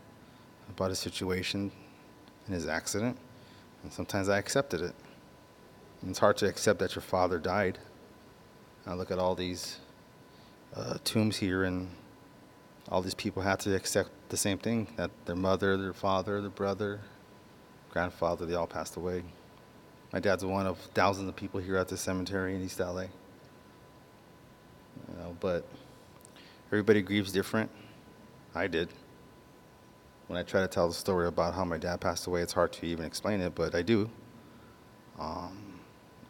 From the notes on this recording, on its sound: On this episode I record at two cemeteries. It was a nice relaxing recording.